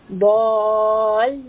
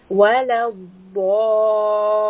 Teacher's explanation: because lam has a shadda, we are connecting the a sound to the lam. Ballin. So you see that we are saying the lam twice.